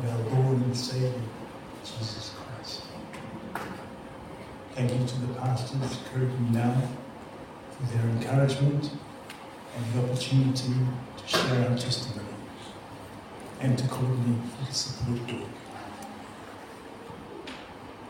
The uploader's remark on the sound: Apologies for the sound quality.